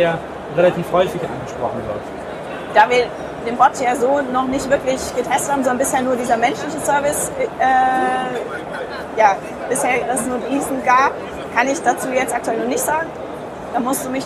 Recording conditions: background noise